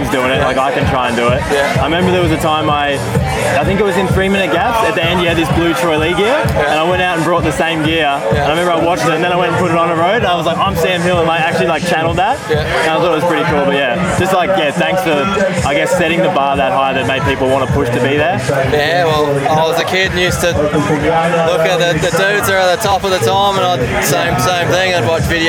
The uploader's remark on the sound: This episode is a compilation of a bunch of the interviews and chats I had with the Pro's and otherwise at Thredbo during the Cannonball Festival/National Champs!